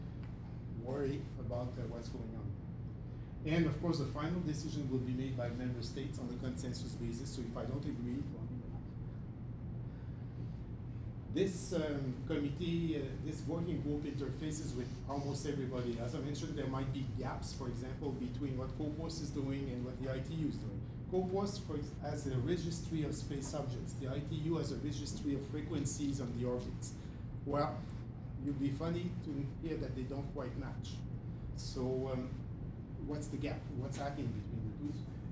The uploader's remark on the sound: This podcast was recorded on July 10th at the bi-monthly meeting of the Canadian Space Commerce Association in Toronto.